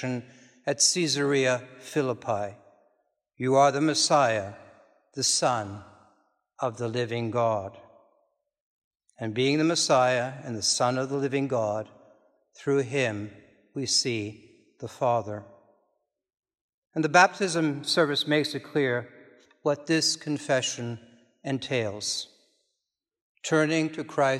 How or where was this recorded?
large echoing room